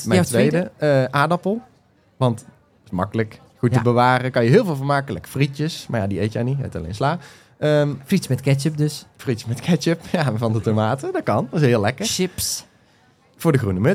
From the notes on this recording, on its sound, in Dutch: live vanaf de moestuinbeurs in Beesd